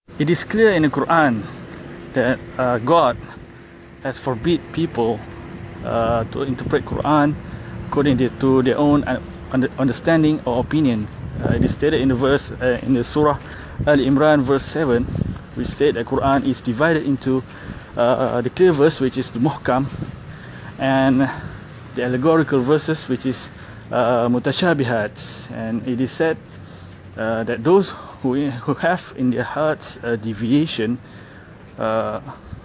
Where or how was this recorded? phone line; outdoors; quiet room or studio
outdoors